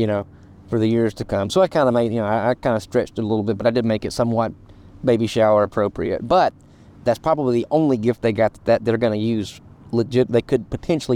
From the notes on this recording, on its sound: Today, we're recording live at the park on a beautiful sunny day